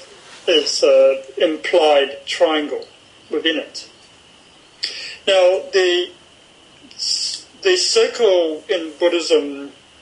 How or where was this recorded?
video call